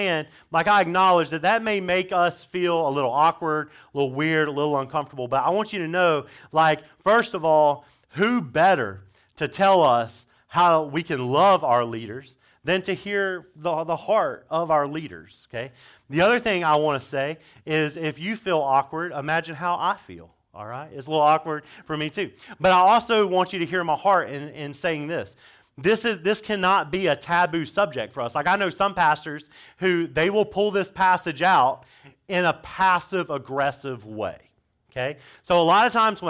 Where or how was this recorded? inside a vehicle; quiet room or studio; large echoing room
large echoing room